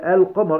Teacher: يعني أظهرنا اللام الموجودة في كلمة القمر · Term: لامات قمرية